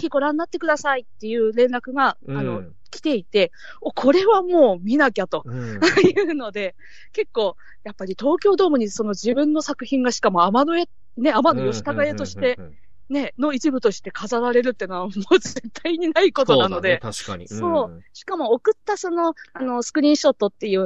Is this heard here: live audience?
no